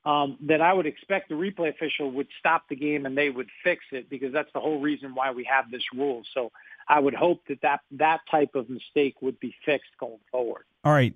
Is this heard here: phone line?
yes